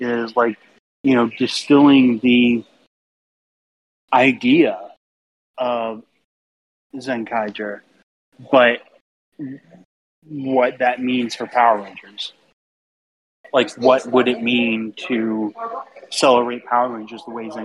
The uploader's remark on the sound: Please excuse the sound quality. Did not pack his microphone and literally recorded his end of the show using his AirPods on the floor of PMC.